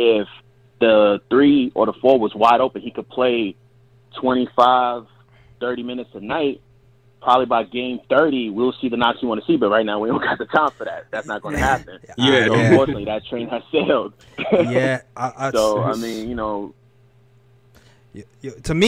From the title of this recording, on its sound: Live Call In Show